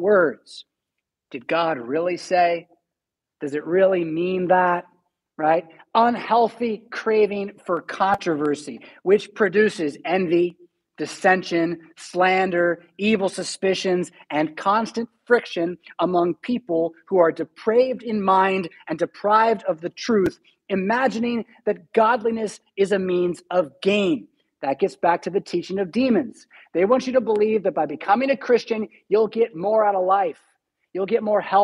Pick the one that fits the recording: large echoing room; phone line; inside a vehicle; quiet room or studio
large echoing room